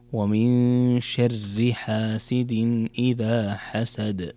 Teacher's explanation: ومن شر إذا وصلتها تكون الراء مرققة